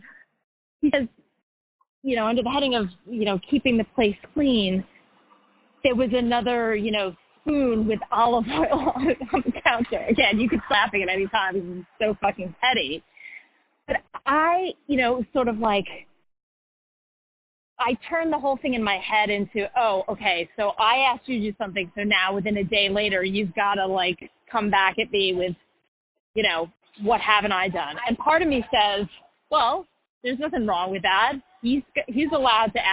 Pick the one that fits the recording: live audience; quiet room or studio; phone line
phone line